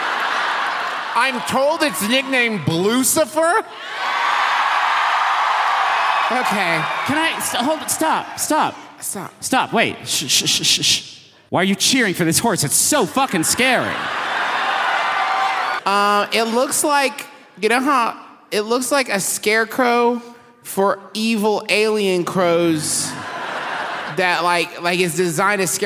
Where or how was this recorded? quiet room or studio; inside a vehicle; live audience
live audience